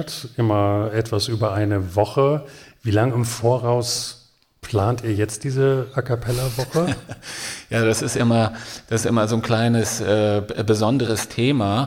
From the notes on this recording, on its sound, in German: PODCAST vor Publikum. Erstmals auf Wunsch meines Tonstudios Tessmar vor Publikum.